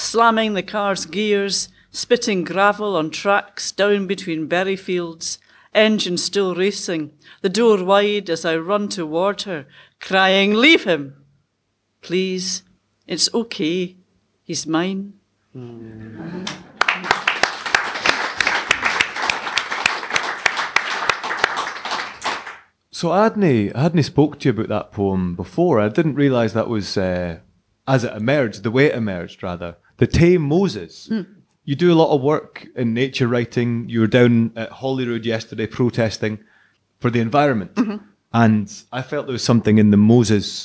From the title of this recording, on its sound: live at Push The Boat Out 2023